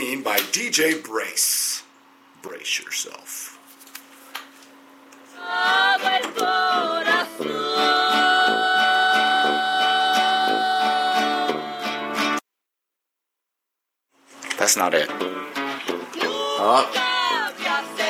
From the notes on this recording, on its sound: Technical difficulties which shortened his show. This is edited to remove the dead air that occurred from 6:10 until almost 7 pm.